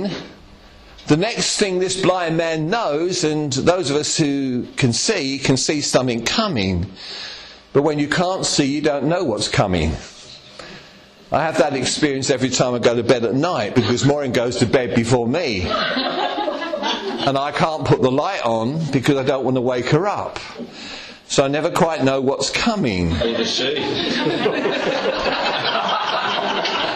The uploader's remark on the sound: Estuary Elim Church Ashingdon Evening Service. At Estuary Elim Ashingdon.